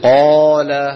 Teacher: قال مراتب التفخيم خمسة، أعلاها أن يكون حرف الاستعلاء مفتوحا بعده ألف، مثل قال، لأن الألف تعطي الحرف مجالا لأن يعني يملأ الفم أكثر. قال، أما لما بتقول قد مباشرة تنطق الفتحة وتغير شكل فمك لتنتقل إلى الحرف الآتي، فلذلك جعلها مرتبة ثانية.